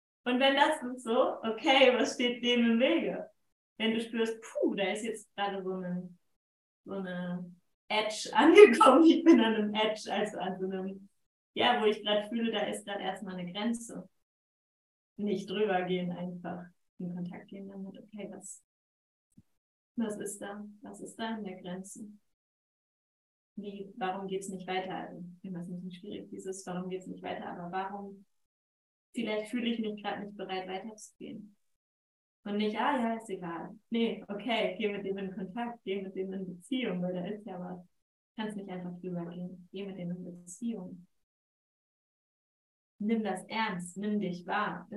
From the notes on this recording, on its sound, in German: Entschuldige die Tonqualität dieser Folge. Irgendetwas ist bei der Aufnahme schief gelaufen.